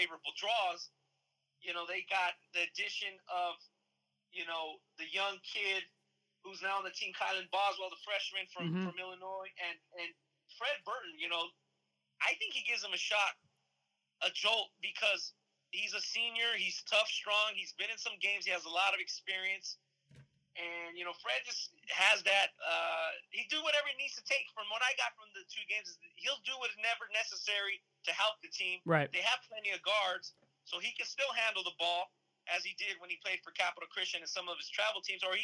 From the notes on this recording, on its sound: joins the show via phone